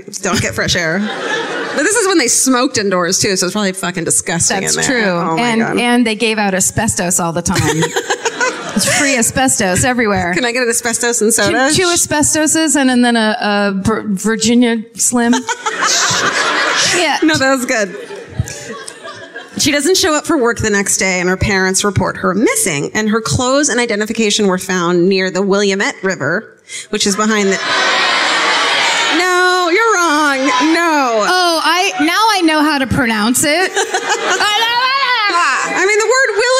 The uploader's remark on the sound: Live at Revolution Hall in Portland (2017)